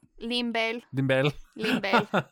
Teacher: Puerto Ricans just tend to turn the last R into an L? So limber.